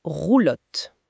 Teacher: C'est un frottement, une petite friction douce contre le palais mou.